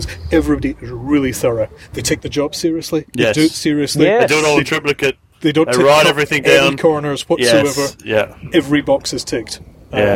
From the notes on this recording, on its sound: With the Roos in Kazan. At a cafe outside the Socceroos training base.